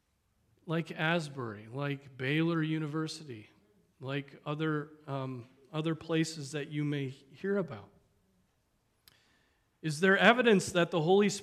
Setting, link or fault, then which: setting, large echoing room